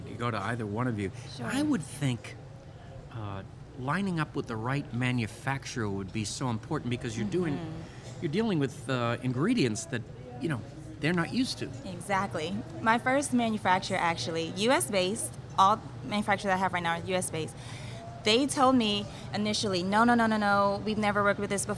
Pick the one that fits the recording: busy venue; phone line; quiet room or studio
busy venue